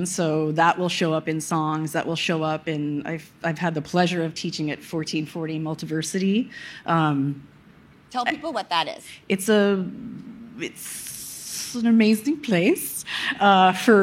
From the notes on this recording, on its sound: Recorded on March 2, 2022 at the Upfront Summit.